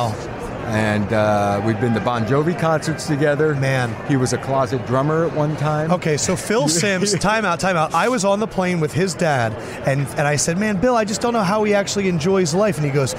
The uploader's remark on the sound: Radio Row Friday Special